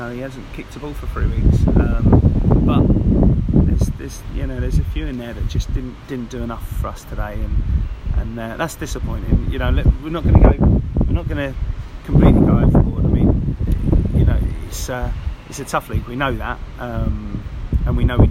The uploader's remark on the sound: Apologies for the sound quality, which was due to high winds at The Aspect Arena.